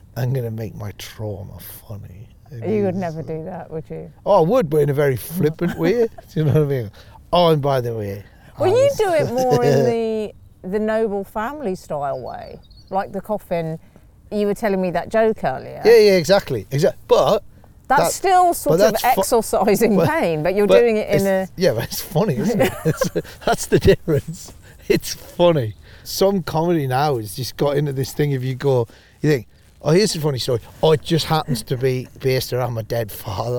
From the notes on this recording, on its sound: a stroll around Regent's Park in North London